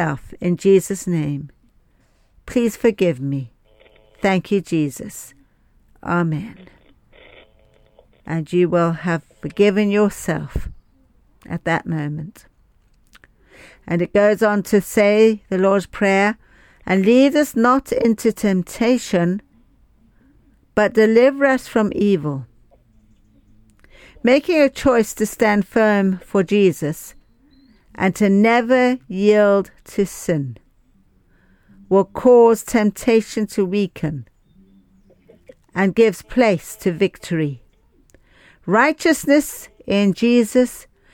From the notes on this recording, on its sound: Speaking via phone to radio station in Liberia.